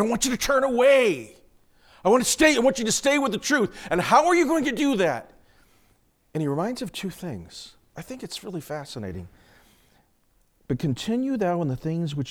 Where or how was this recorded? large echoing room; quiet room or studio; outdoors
large echoing room